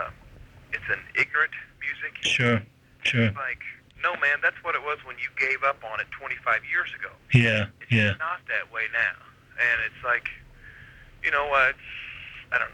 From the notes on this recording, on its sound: This is a phone interview we did for The Irish Times.